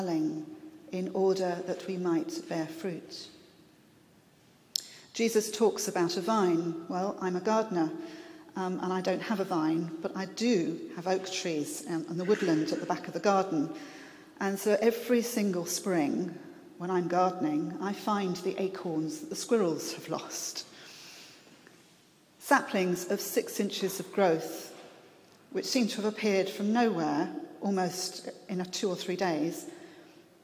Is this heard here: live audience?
yes